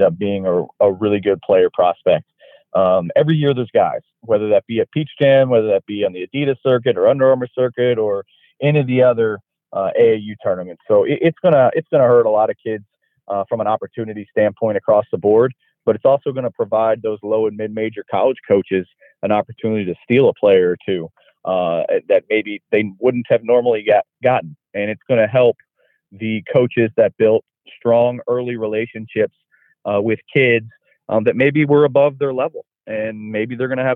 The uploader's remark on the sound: Called in to share why they love Peach Jam, and why it's such an important event.